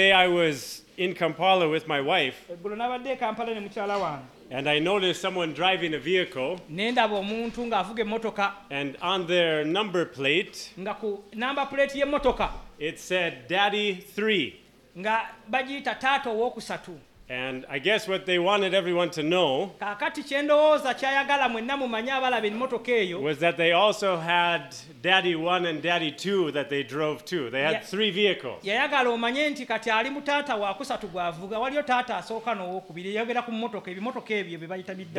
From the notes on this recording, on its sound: at Lubumba Community Church on Sunday, February 25 2024